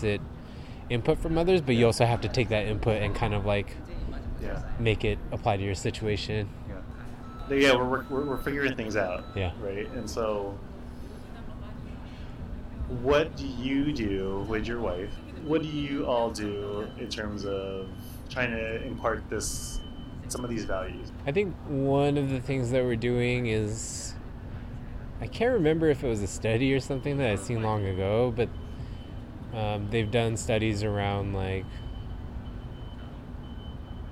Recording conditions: wind noise